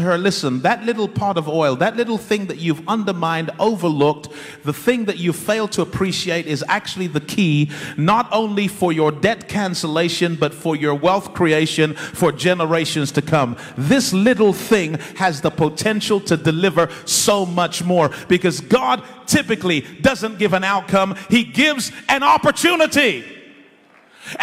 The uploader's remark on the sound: In this live sermon delivered in Nigeria, we learn about the responsibility of leadership.